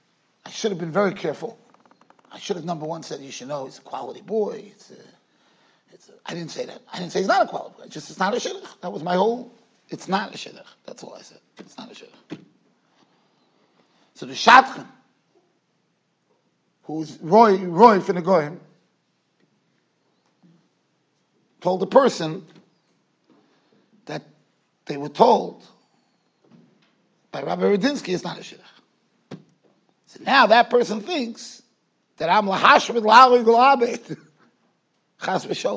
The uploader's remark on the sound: Shiur recorded in Yeshivas Ohr Reuven, Monsey NY.